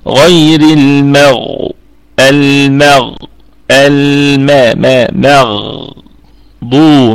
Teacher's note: احنا نرقق اللام والميم، وبعد كده هنفخم الغين والضاد